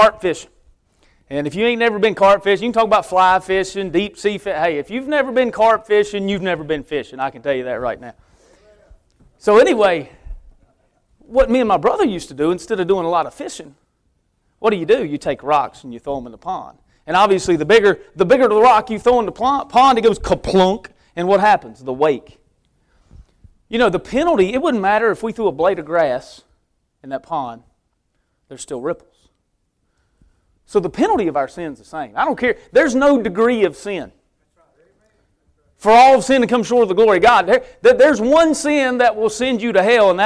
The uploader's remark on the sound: preaching at Victory Way Baptist Church